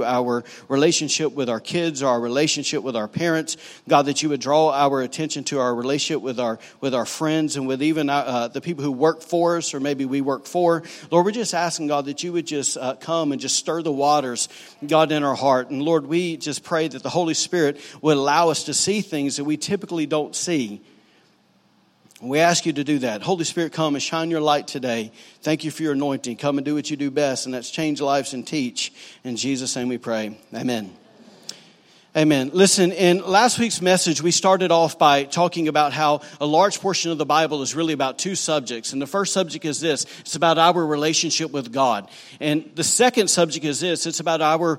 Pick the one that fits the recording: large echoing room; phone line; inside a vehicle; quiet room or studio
large echoing room